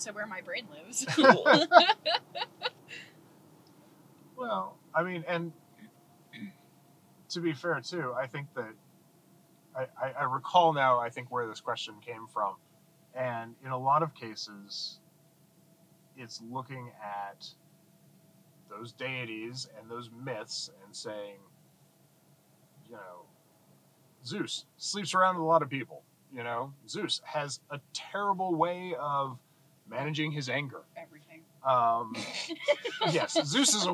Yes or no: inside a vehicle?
yes